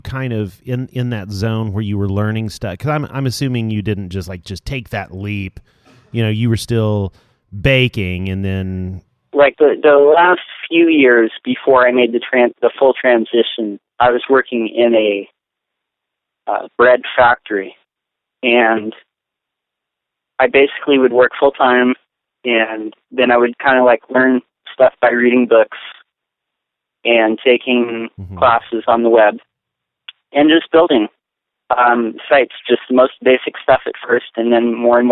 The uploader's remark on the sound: we had end-to-end phone calls this episode